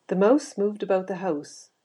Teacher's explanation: It's very common for Canadian speakers to use the older O vowel. · Term: Canadian raising